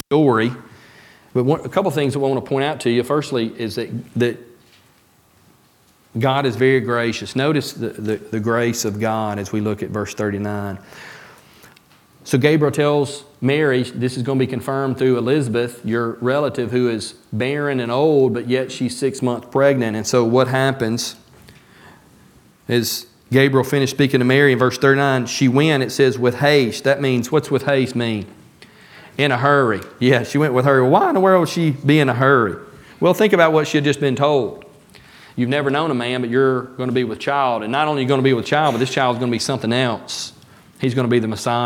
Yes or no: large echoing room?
yes